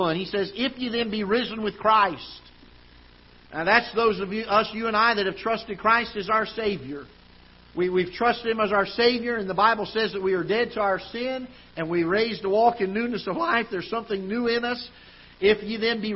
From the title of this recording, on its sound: Ketha Heights Baptist Church ~ Live Broadcast